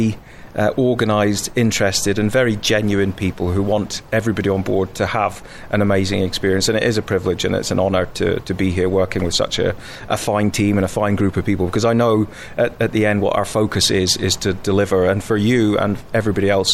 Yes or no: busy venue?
yes